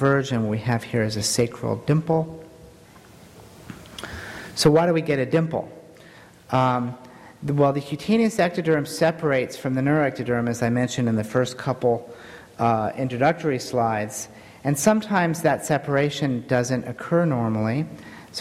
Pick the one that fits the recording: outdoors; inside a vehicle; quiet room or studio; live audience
live audience